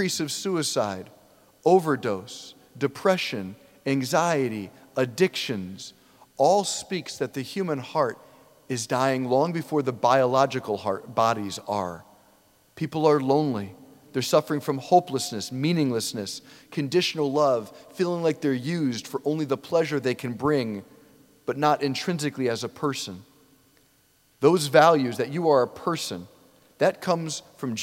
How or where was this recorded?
large echoing room